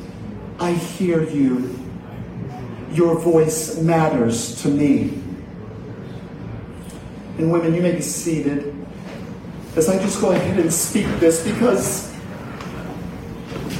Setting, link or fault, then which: setting, large echoing room